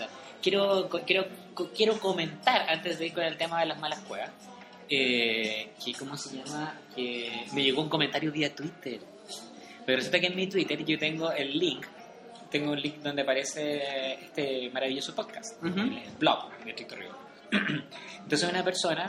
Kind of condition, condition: setting, busy venue